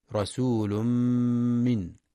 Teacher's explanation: ينتبه القارئ لإدغام التنوين في الميم، رسول من إدغام بغنة